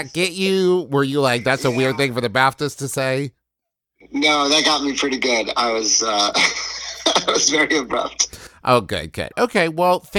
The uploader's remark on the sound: A recording of us doing prank phone calls to people that we know.